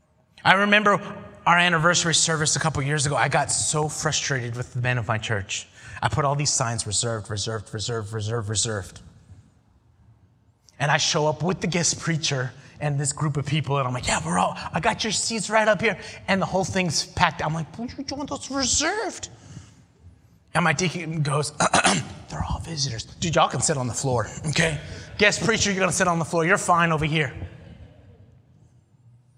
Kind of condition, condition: setting, large echoing room